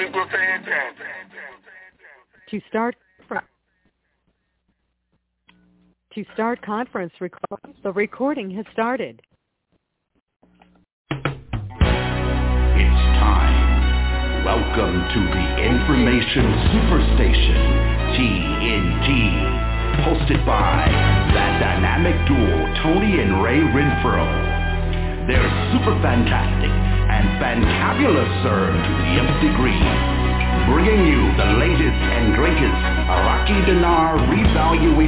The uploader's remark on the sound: TNTSuperfantastic Conference Call.